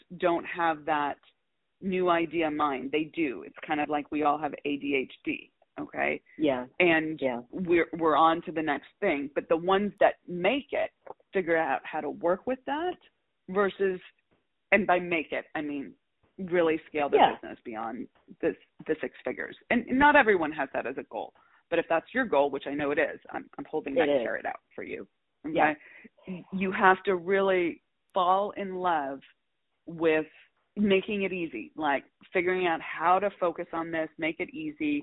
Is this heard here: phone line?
yes